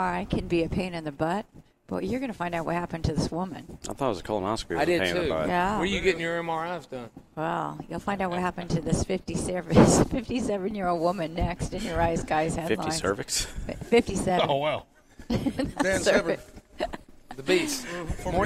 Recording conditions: busy venue